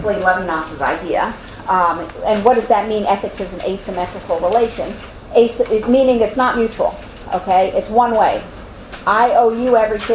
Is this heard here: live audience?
yes